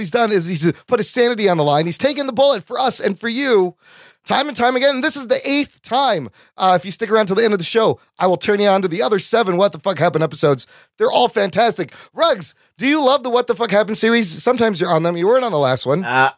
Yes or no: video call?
no